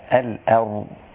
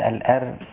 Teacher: فخم الراء مع ترقيق الهمزة · Shown in: first take